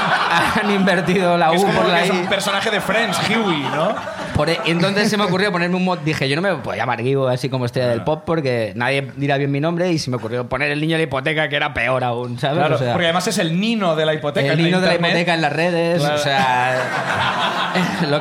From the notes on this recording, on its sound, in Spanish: Como siempre, el público también participa